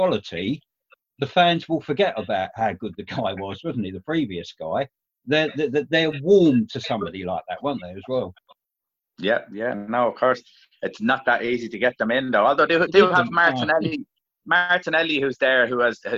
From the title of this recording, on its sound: Zoom Show